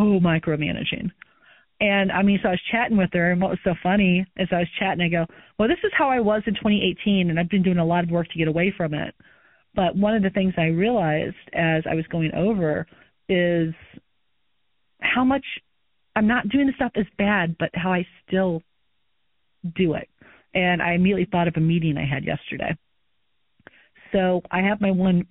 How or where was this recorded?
phone line